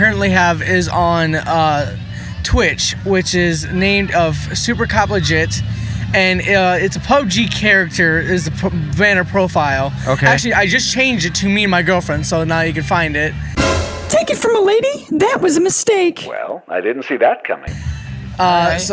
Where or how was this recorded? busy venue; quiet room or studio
busy venue